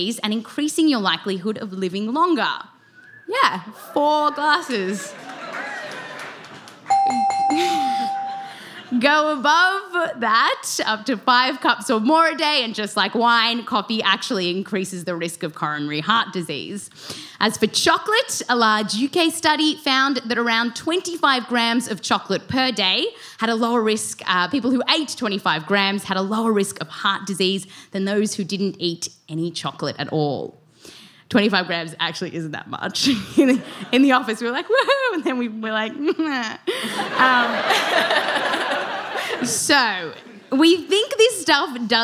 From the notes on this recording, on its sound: Explore the science live on stage, with interview clips. This show was recorded live at The Bell House.